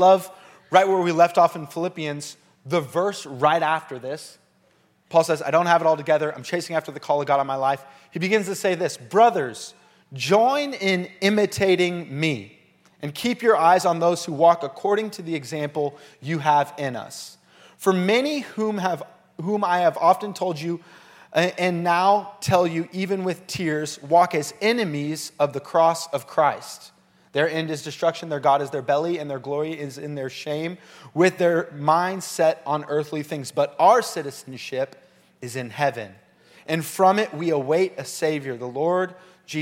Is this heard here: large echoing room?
yes